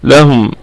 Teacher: طيب، لهم، قلنا اللام هذه لام الملكية، لهم والهاء اسم إشارة، والميم ميم الجمع. لهم نقف على هذه الكلمة بوجه واحد بالسكون المحض، وغنة الميم ستكون في الدرجة الرابعة لأنها ساكنة، ميم ساكنة مظهرة وقفا ووصلا، فهي في الدرجة الرابعة من درجات الغنة.